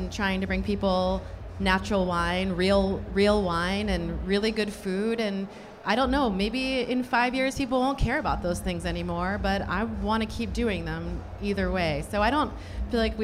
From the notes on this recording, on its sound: Snacky Tunes Live recorded at House of Vans Philadelphia. Snacky Tunes Live recorded at House of Vans Philadelphia.